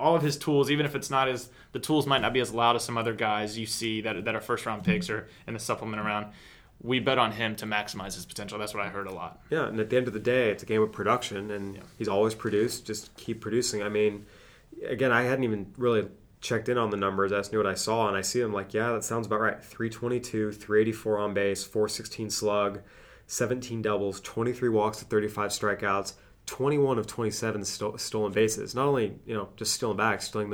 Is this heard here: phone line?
no